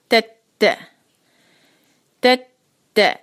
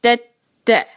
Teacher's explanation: دوسرے تا کا جو شدہ ہے اس پہ تھوڑا سا سٹریس ہو. تت تت، آپ بھی دیکھ سکتے ہیں کہ ہلکا سا ایک بیچ میں تھوڑا سا بتانا، یعنی کہ تھوڑا سا وہ پاز جیسا آ رہا ہوتا ہے، ہلکا سا اس پہ رک رہی ہوتی ہے آواز.